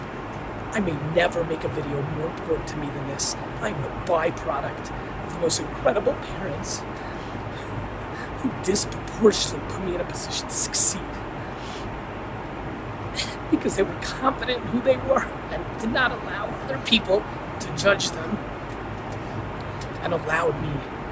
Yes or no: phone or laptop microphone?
yes